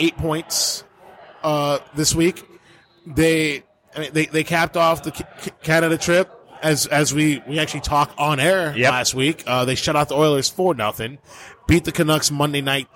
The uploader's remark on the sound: Live from Buffalo Wild Wings